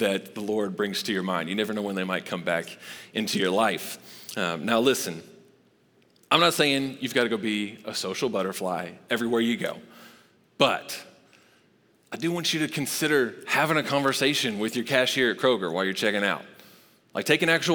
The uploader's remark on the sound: Recorded live at Long Hollow Church.